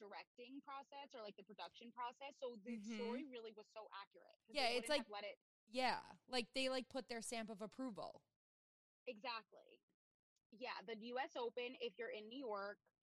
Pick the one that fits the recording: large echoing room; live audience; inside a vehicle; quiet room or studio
inside a vehicle